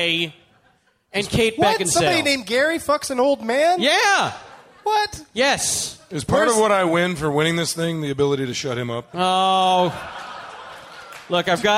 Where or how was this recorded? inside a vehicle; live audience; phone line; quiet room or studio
live audience